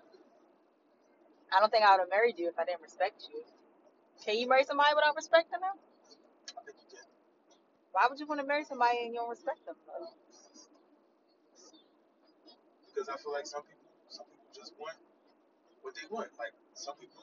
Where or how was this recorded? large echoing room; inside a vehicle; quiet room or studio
inside a vehicle